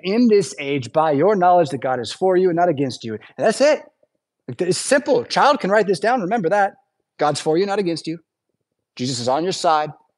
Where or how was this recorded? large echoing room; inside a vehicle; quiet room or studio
large echoing room